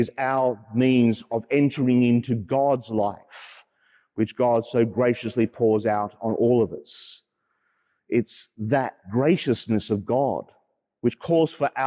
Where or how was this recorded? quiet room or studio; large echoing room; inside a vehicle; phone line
large echoing room